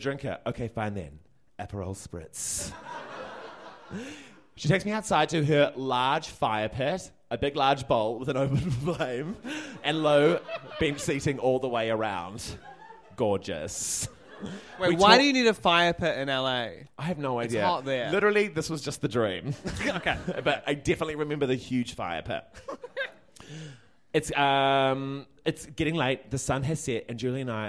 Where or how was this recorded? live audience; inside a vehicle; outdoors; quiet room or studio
live audience